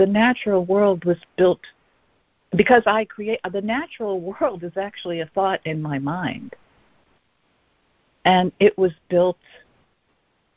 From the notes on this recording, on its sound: ACIM Daily Conference Call